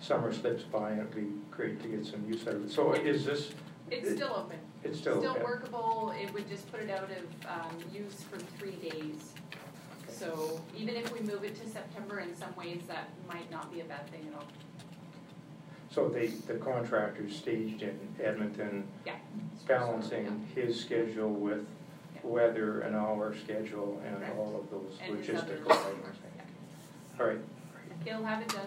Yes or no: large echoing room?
yes